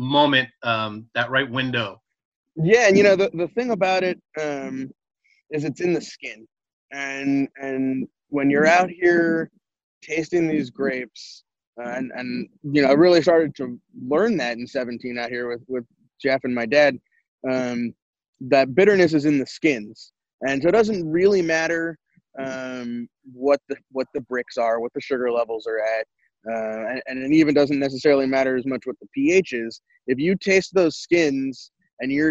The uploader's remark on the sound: The Wine Makers Podcast did their first Virtual Wine Tasting with Dane Cellars & Sixteen600. They recorded it and decided to release it as a “bonus” show.